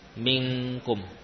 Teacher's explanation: nun tidak lagi dilafadzkan dari ujung lidah, namun dari mana, pangkal lidah · Term: ikhfa